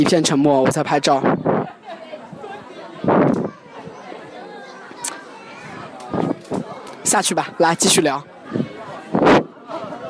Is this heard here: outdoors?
yes